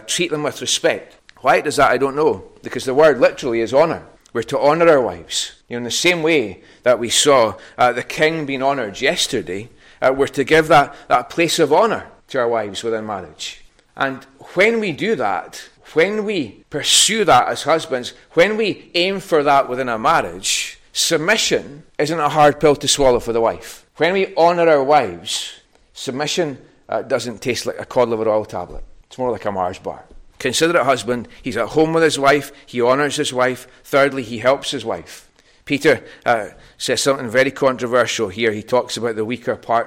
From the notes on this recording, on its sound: recorded at North Harris Free Church on the morning of Sunday, 7th May 2023